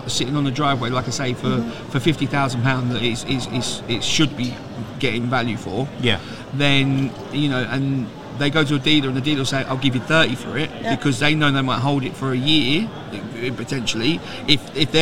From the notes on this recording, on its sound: Live from our stand at the Motorhome and Caravan Show 2022